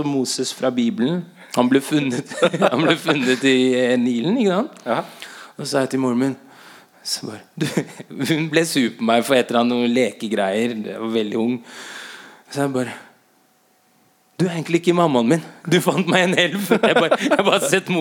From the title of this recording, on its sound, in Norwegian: Live på Trekanten i Oslo